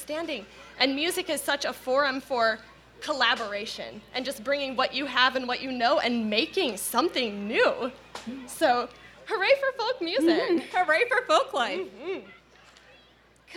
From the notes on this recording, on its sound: Live from the Yakima Folklife Festival.